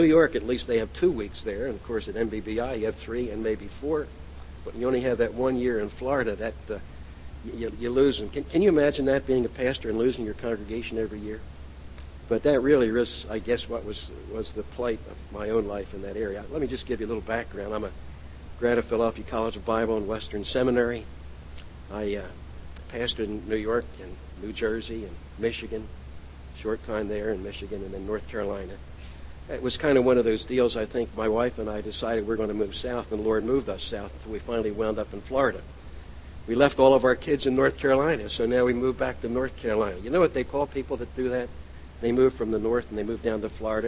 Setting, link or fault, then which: setting, large echoing room